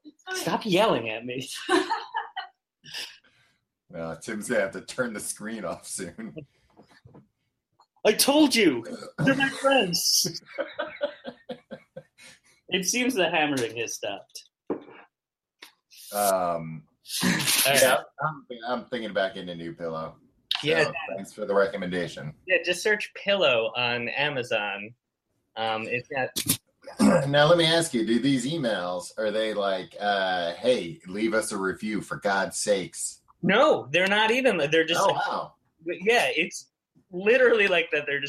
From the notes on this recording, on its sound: May 2017 Google Hangout Audio.